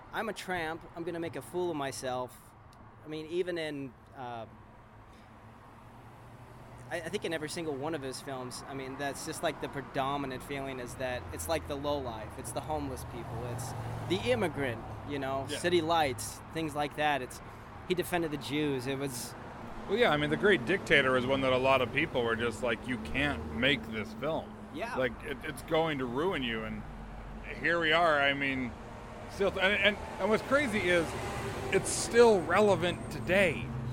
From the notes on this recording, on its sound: This week's episode of the podcast is a special episode, recorded live on the steps of the old Charlie Chaplin studios in Hollywood! On the steps of the old Chaplin Studios, now the Jim Henson Studios.